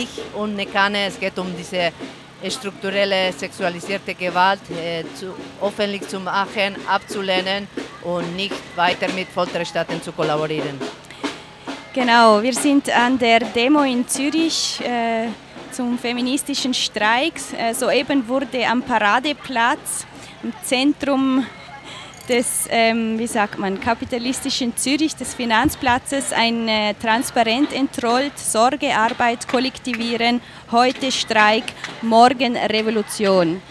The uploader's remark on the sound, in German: Ihr hört einen Ausschnitt des feministischen Streikradios RADIO von Radio LoRa, welches live von der Demonstration in Zürich berichtete (etwa 100.000 Protestierende!).